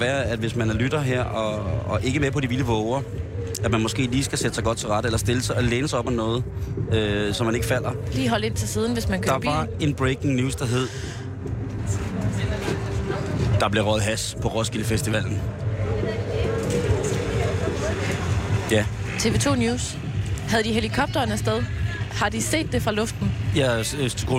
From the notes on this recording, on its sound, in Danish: Live fra Roskilde.